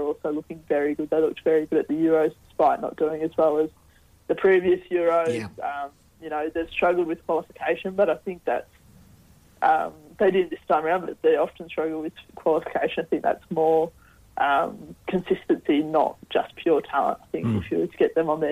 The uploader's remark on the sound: Join us in the studio. Joins us on the phone.